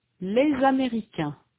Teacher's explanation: A consonant Z is pronounced between les and américain, les américains. · Term: liaison